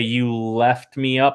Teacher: Some people might say you left me up, almost like a short eh sound.